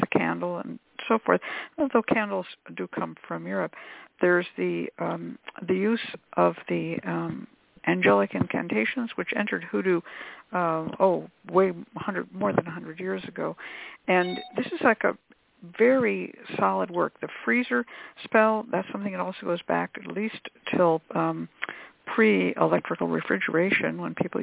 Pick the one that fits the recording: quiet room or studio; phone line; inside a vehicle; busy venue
phone line